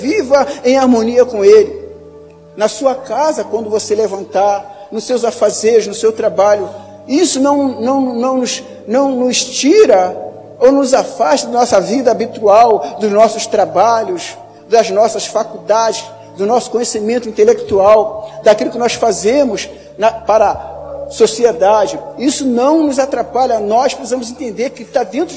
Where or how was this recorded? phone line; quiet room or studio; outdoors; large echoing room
large echoing room